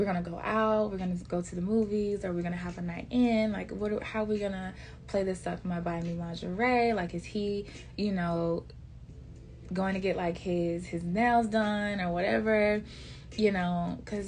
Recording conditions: sounds in the background